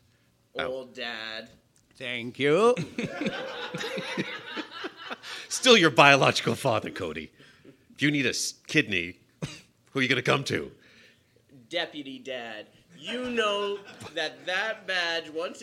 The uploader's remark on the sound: It's our first live episode! We come to terms with actually having an audience.